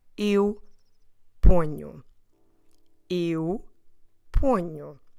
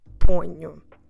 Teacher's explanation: that nasal consonant sound, let's say it like that, also makes the first O slightly nasal too